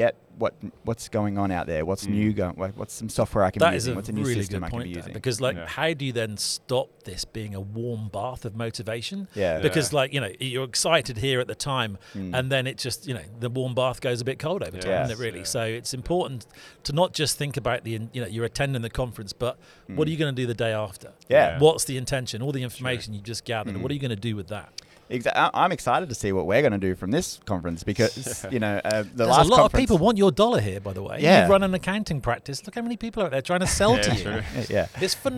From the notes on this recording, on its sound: Live From Accountex. We sit down in the caravan of fun.